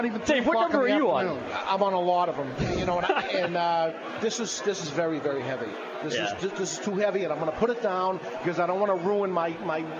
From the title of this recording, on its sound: LIVE from Colorado Rocky Mountain Cigar Festival